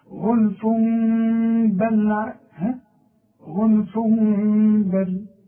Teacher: بقلب التنوين الى ميم وبخفي الميم وبغنها